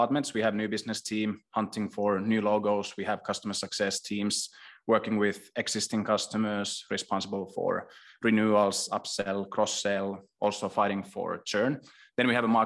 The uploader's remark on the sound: This episode is a recording of a webinar hosted by HubSpot and Vainu on 1 December 2022. This episode is a recording of a webinar hosted by HubSpot and Vainu on 1 December 2022.